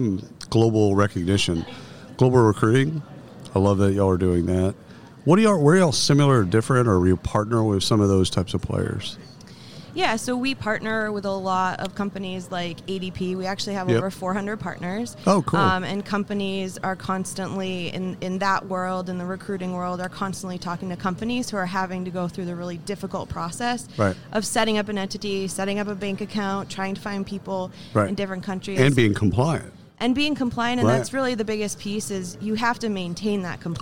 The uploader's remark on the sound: Live from SHRM 2022